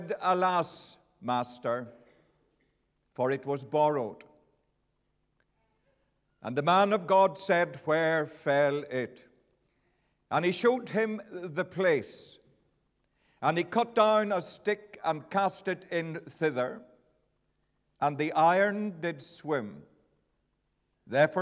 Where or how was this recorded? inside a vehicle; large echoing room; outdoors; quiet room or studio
large echoing room